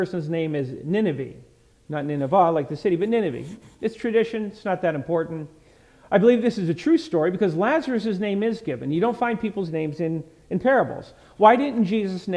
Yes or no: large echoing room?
yes